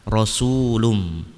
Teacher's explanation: Di sini ro berharokat fathah, maka dibaca tebal. Rasulum, bukan ra tapi ro, karena ro-nya berharokat fathah dibaca tebal atau tafhim.